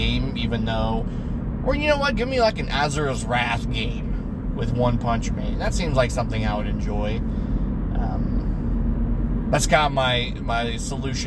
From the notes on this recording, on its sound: record while driving home